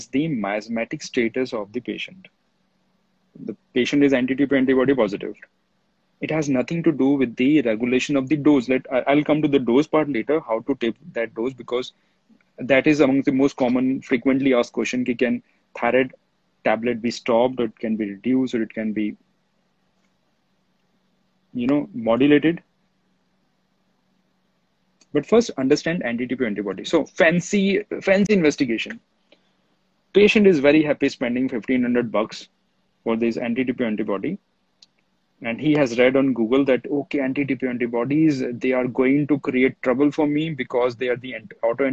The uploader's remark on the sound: This podcast is an audio excerpt of the Instagram live series